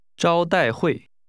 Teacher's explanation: This is pronounced with a high level 招 and two falling tones.